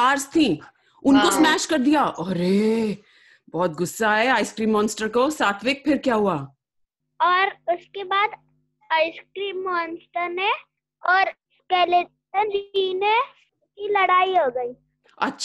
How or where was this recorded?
video call